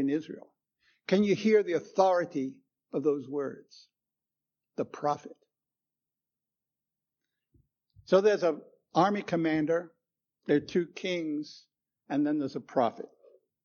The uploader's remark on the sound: Recorded 10/09/2016 at Christ Church Anglican